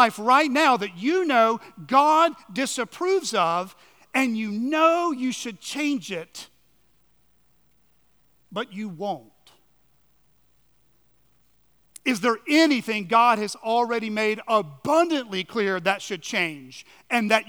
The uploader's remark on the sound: at Chaffee Crossing Baptist Church in Barling, AR